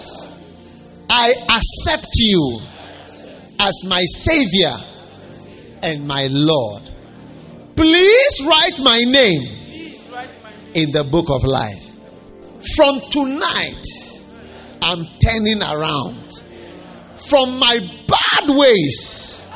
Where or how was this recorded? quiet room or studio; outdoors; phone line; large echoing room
large echoing room